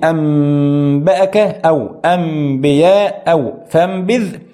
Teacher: نخفي هذه الميم عند الباء لكن نراعي الغنة بمقدار حركتين. إذن القلب حاله يكون أن تقلبن النون ميما قبيل الباء بالغن والإخفاء، لكن بلمسة برقة للشفتين.